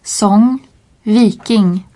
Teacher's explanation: le G est assimilé au N pour produire un son nasal comme dans l'anglais long. La voyelle qui précède n'est jamais nasalisée. Song, viking.